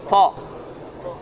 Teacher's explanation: Dilin ucunu damağa toxundurmaqla ta harfi çıxar